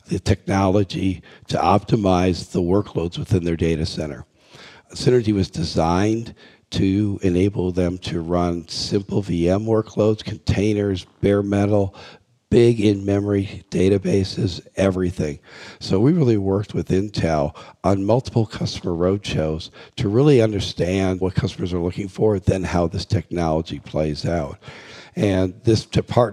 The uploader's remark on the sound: joins us live from HPE Discover 2017 in Madrid.